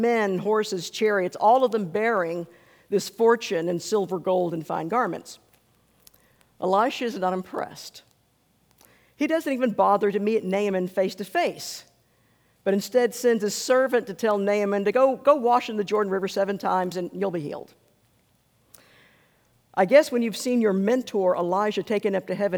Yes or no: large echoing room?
yes